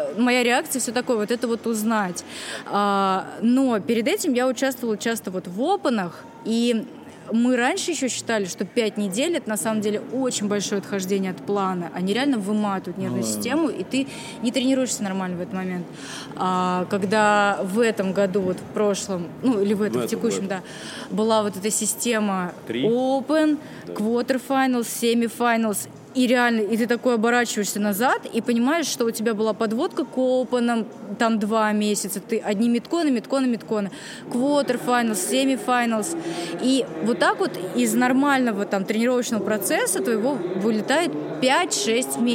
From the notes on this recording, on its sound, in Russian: В этом мини-выпуске, который мы записали во время Siberian Showdown 2021